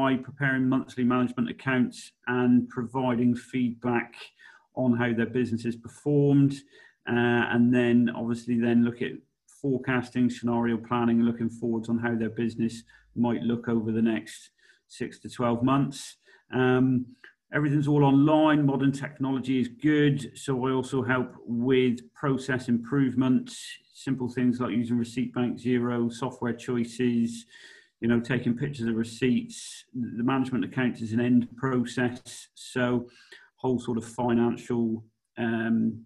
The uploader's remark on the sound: Your Partnerships Online Networking Event. Live networking event brought to you by Your Partnerships.